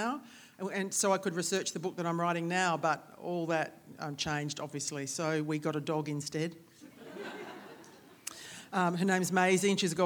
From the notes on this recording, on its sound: On 10 September 2020 we welcomed the public back to the Marion Cultural Centre for our first in person author event since the beginning of the year. This recording of our live event.